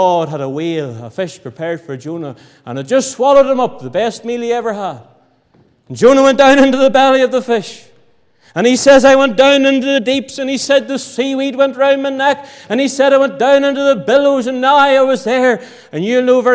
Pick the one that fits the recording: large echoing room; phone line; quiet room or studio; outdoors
large echoing room